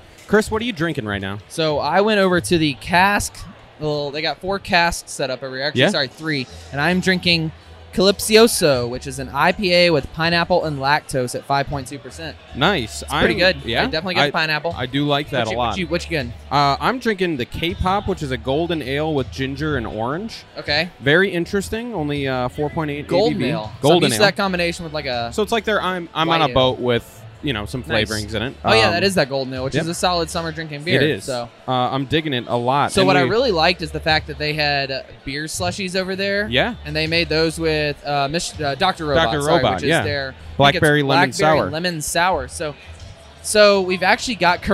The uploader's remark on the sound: head to Monday Night Brewing’s Tie One On 8 Year Anniversary party and record live at the event!